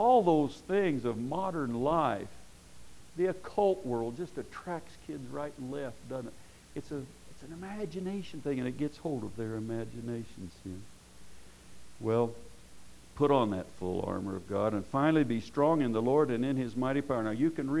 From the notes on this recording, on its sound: Preached at Paradise Valley Christian Church